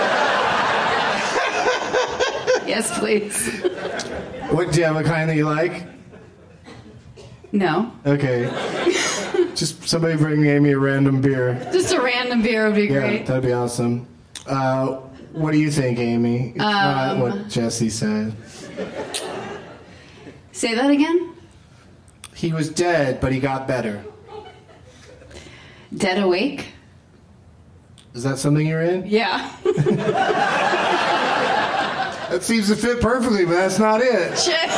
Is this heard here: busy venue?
yes